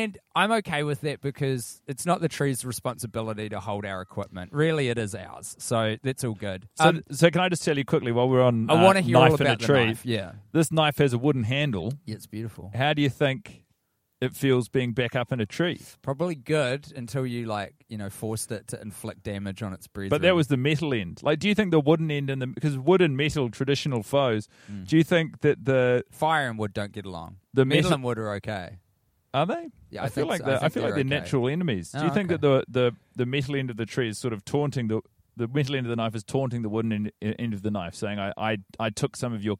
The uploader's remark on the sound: Welcome back to the podcast mini-series recorded in a tree. Inside of an Auckland park.